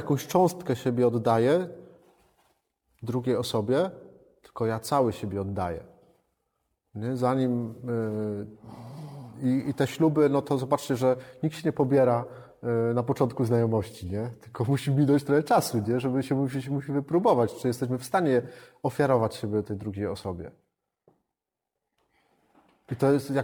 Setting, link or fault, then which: setting, live audience